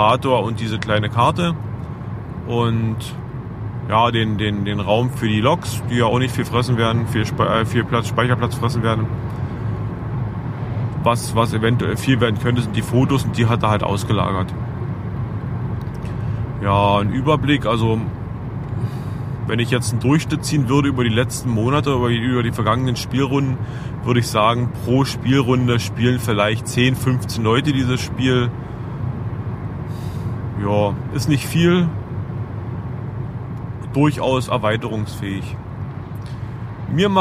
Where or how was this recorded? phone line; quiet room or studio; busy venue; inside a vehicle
inside a vehicle